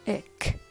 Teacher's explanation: And syllable number four, ik. The final syllable is light and quick, with a short I sound like sit, it.